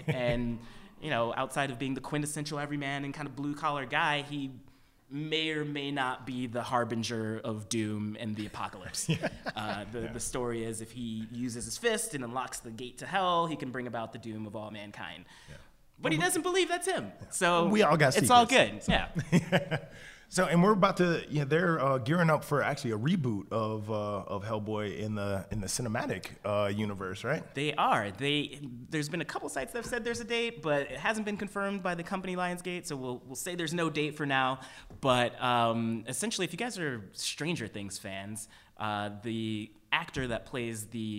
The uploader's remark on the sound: This episode comes to you live from the historic Roxy Theatre in Missoula, MT as part of the 41st Annual International Wildlife Film Festival.